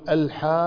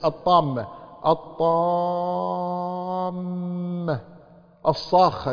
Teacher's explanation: فهذه الأحرف المشددة إذا جاءت بعد المد يمد ست حركات · Term: مدا كلميا